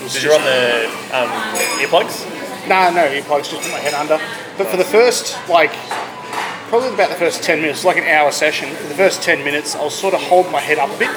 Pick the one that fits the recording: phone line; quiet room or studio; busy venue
busy venue